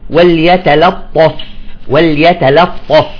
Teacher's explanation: فاللام هنا يجب أن ترقق